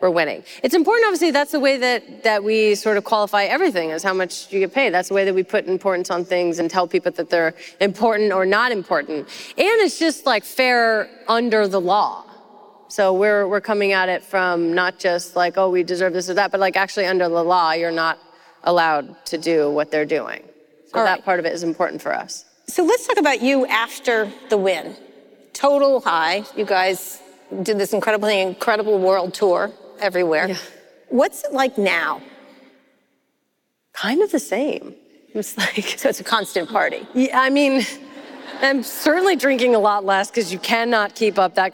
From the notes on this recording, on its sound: This live episode was recorded at the Massachusetts Conference For Women.